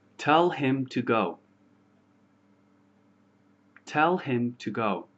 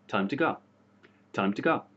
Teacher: what I'm doing is I'm giving each word equal stress · Shown in: first take